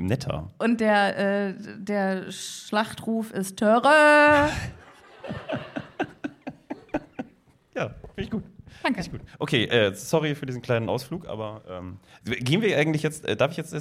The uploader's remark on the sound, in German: LIVE IN BERLIN. Das Berliner Indie Podcast-Festival "PodFest" hat uns die Bühne für eine Aufnahme freigegeben und ein Fest war es wirklich!